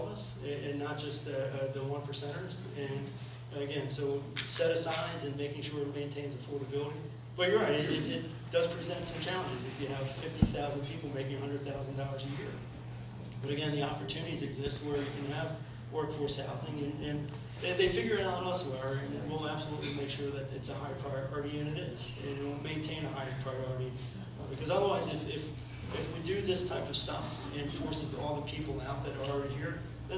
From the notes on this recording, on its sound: Audio recording from the 11/14/17 Trenton Area Stakeholders Meeting hosted by Greater Trenton